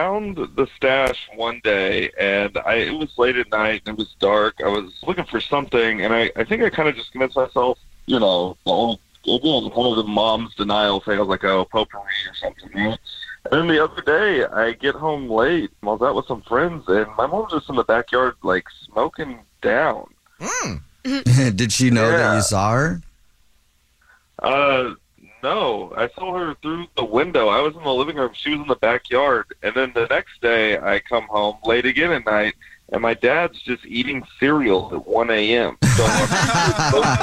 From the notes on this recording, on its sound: we have a listener on the phone